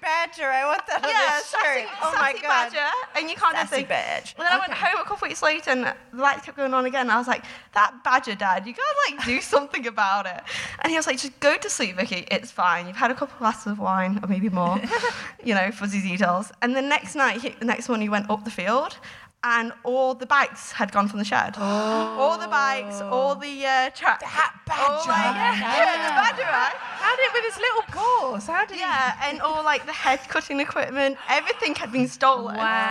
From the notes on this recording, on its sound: DWSC LIVE. As this was recorded in the latter part of the DWSC sold-out Edinburgh run. Finally we hear from a member of the audience who presents a family mystery for the gang to solve...